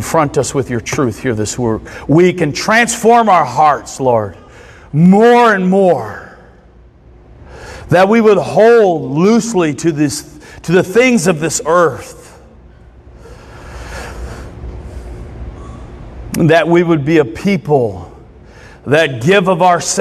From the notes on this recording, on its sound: recorded Sunday mornings at Church of Hope